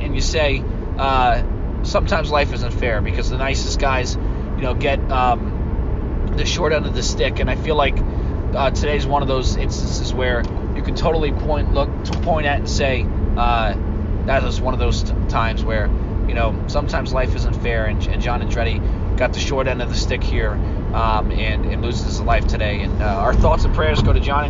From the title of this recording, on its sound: in the Car